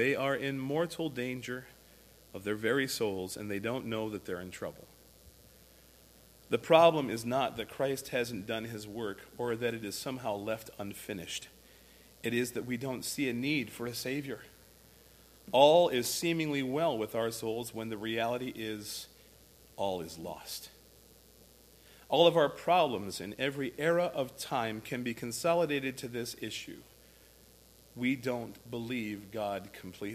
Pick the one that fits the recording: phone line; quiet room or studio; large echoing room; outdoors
large echoing room